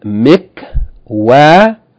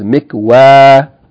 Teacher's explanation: the fatta on the waw followed by ya with fatta becomes fatta alif · Shown in: second take